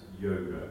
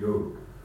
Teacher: when Sanskrit words are used in vernacular languages in India, they drop the final A · Shown in: second take · So in Hindi, yoga is not yoga, it's yog.